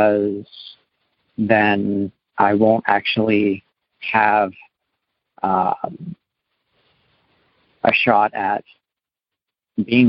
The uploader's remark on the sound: Maine - Monday Noon Phone Speaker Series.